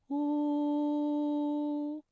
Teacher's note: 嘴型需要拢圆，突出成小孔，类似于窝的嘴型，但是要保持一个放松的状态。舌头需要后缩，舌面后部隆起，与软腭相对。